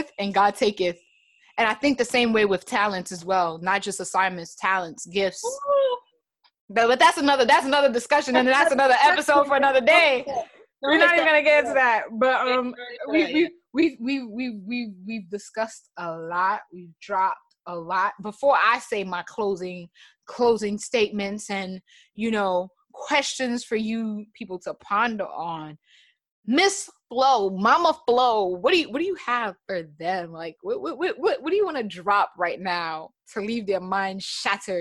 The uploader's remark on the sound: Instead of doing an Insta LIVE discussion I decided to go the route of zoom discussions with my listeners.